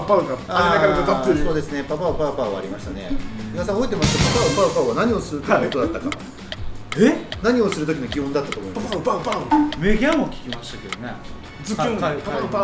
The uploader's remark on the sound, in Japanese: 収録場所 やんばる酒場MO－RI